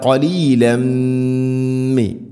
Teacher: തൻവീനു ശേഷം മീമ്, തൻവീനിനെ മീമിലേക്ക് ചേർത്തുകൊണ്ട് മണിച്ച് ഉച്ചരിക്കണം